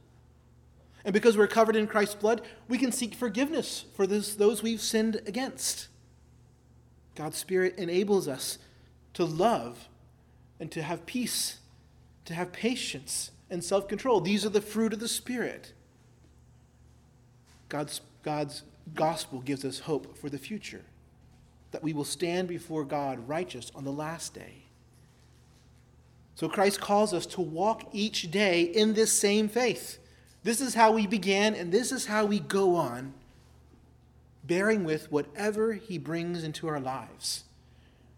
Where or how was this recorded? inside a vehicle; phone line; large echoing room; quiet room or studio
large echoing room